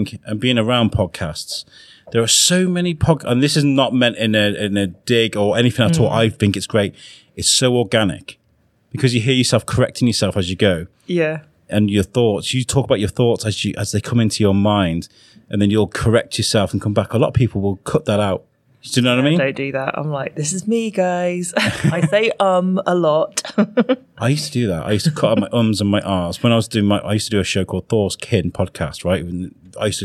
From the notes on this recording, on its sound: Recorded at The Restaurant at Theatre Severn.